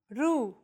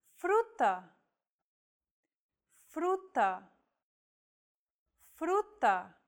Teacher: This trill sound is done by lightly tapping the gum ridge behind your upper teeth with the tip of your tongue. It should be a quick, striking motion, similar to the sensation you get when pronouncing the T in words like butter, cutter, and so on.